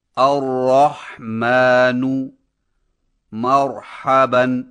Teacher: موٹی را کی ادائیگی میں زیادہ انحصار زبان کی نوک کی پشت پر کیا جاتا ہے، اور اسی لیے موٹی را کو ادا کرتے وقت زبان اوپر تالو کی طرف اٹھتی ہے اور منہ بھر جاتا ہے